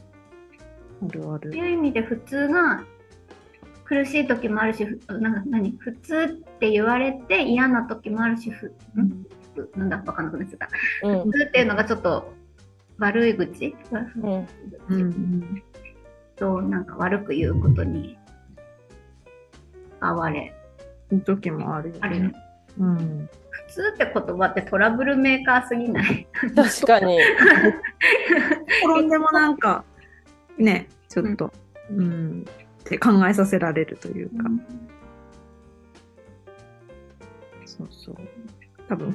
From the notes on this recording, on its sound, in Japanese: さんぽまち メンバー限定zoom会の一部をお届けしています。